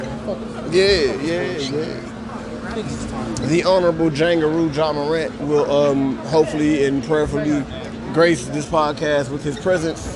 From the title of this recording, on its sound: live from the FedEx forum